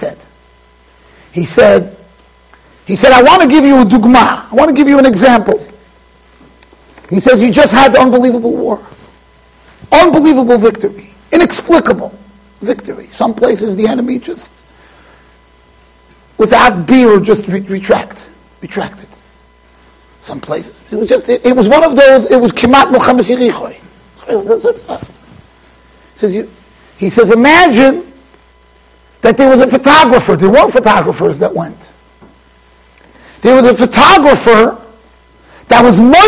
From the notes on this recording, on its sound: Shiur recorded in Yeshivas Ohr Reuven, Monsey NY.